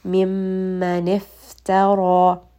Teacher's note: And then there is a two count med after as well. And this med will also be heavy because the ra before it is also heavy · Term: heavy med